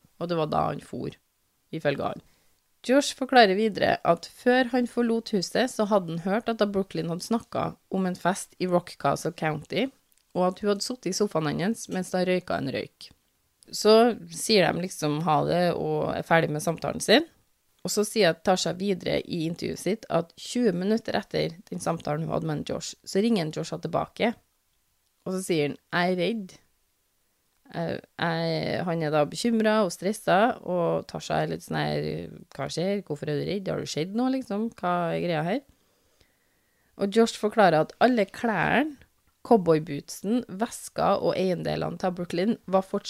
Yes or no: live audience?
no